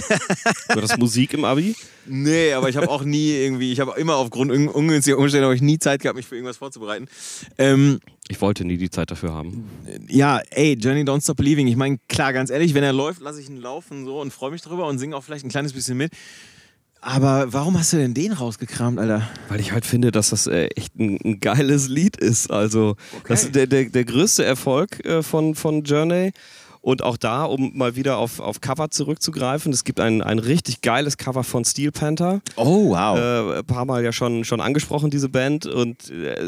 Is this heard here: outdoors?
yes